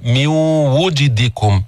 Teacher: واو ما فيها تفخيم، واو مستفلة منفتحة